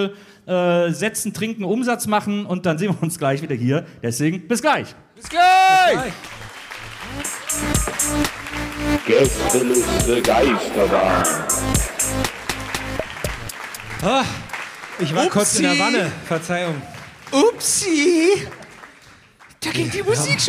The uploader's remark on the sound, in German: Januar 2023 im Rahmen des SWR-Festivals in Mannheim aufgenommen.